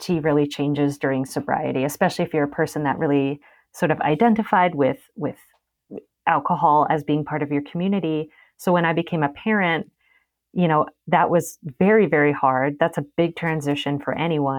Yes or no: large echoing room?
no